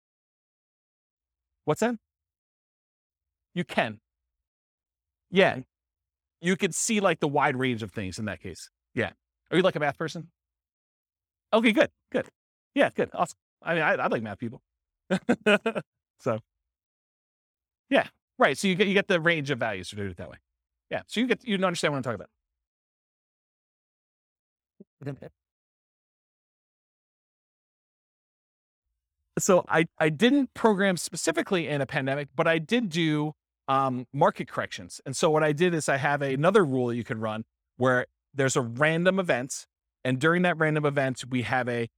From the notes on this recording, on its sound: This was a live class recorded